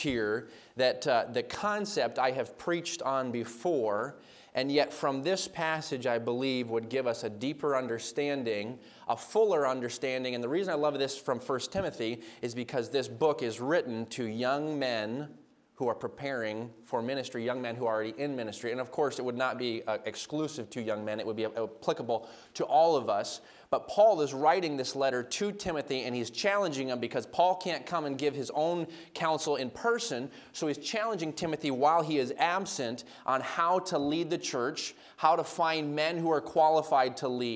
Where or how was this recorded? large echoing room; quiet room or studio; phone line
large echoing room